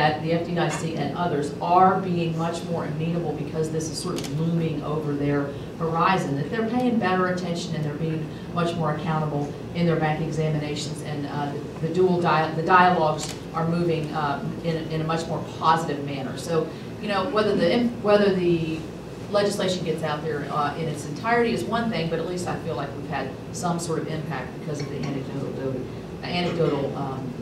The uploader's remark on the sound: WASHINGTON, DC – The Ripon Society hosted a breakfast discussion with three Republican women serving in the U.S.